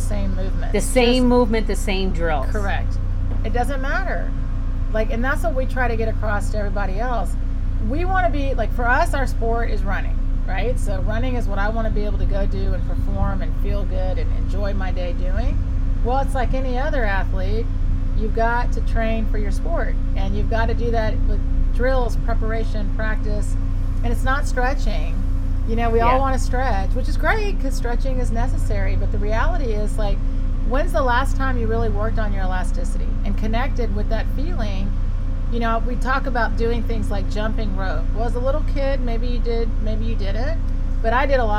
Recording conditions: sounds in the background